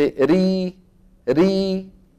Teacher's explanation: لما بتقول انت ري ري ما في تضيق ولا في تفخيم · Term: المرققة